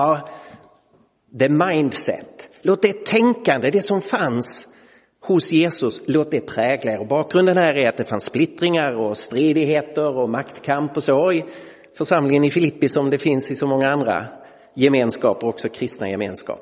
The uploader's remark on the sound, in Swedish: Inspelad i Roseniuskyrkan den 2 april 2023.